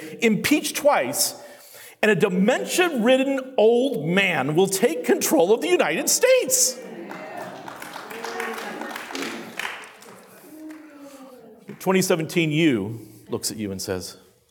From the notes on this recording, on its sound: During my introductory address at the With Liberty and Justice for All conference.